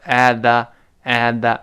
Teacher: 个 t 失去爆破了，因为 t 是爆破音，后面 the 又是其他辅音开头，所以 at the at the 那个 at 舌尖点一下就不发音了